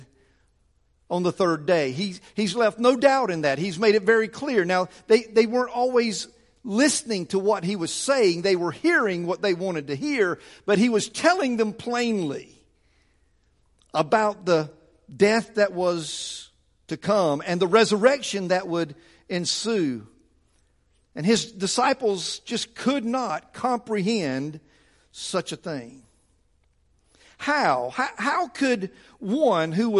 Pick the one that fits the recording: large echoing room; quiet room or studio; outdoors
large echoing room